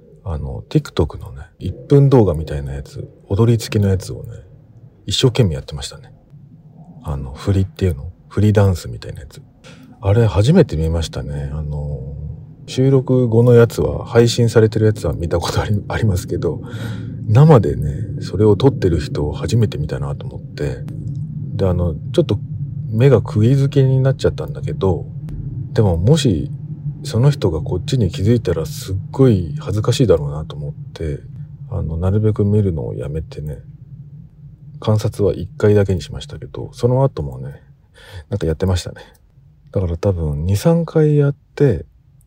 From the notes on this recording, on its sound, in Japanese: 車内配信の可能性。ぼくはよく、車の中で収録をするんですが、。